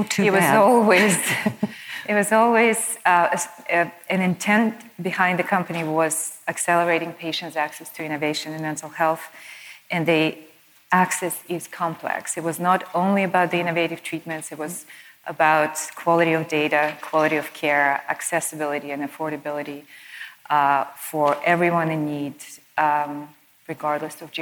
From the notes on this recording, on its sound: Panel Conversation. This was recorded on the main stage at the 2019 CNS Summit which was held in Boca Raton, Florida.